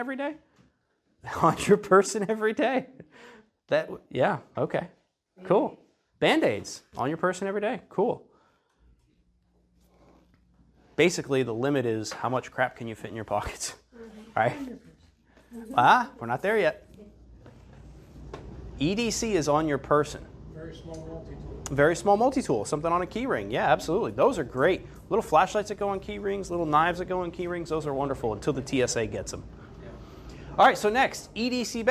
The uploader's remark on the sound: This episode is an audio recording of an Educational Seminar I taught.